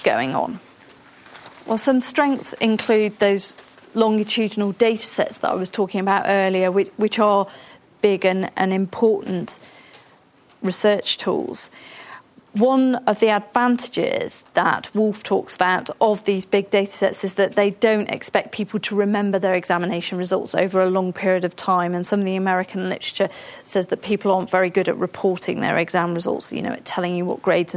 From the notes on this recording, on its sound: In this seminar a panel of key staff will discuss the issues surrounding comparability and will engage in debate with the audience.